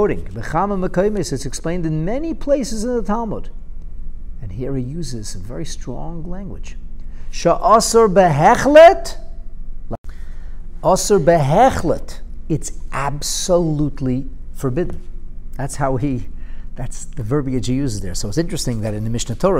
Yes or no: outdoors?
no